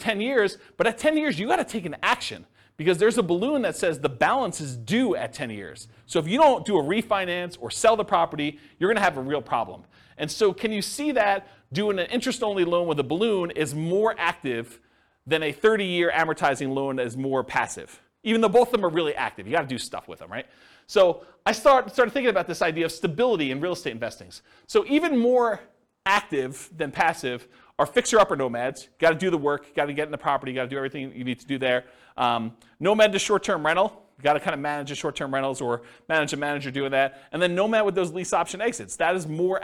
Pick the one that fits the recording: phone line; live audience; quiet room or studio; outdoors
live audience